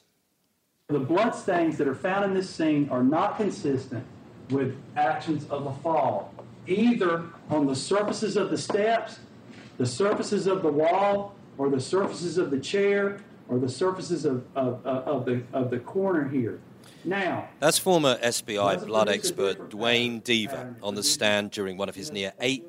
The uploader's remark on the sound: This episode was recorded in front of an audience at the London Podcast Festival and is presented here as performed in front of - and with the help of - a room full of BRD obsessives.